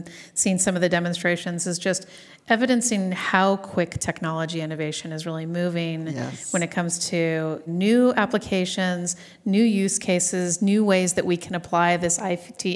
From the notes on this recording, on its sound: joins us live from HPE Discover 2017